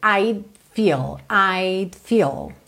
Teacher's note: Percebe que esse apóstrofo D, que é a contração do I com would, quase não aparece.